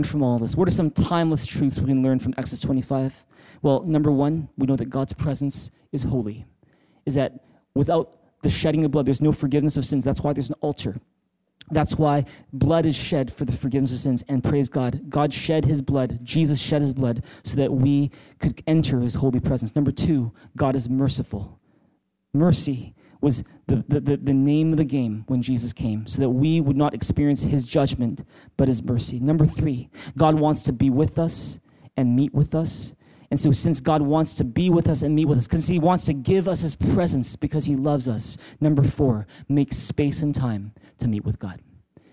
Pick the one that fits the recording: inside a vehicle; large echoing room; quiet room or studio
large echoing room